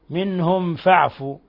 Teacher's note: ميم ساكنة جاء بعدها الفاء أشد حالات الإظهار الشفوي